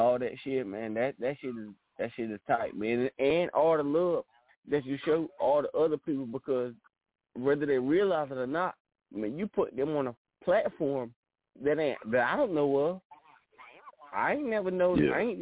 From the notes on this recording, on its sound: Tonight we have few guest callers calling in and will be speaking with us.